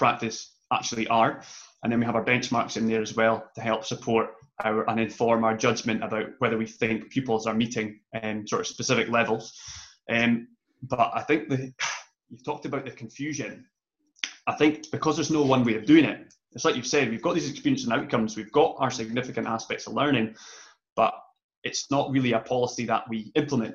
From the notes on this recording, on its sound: our second live webinar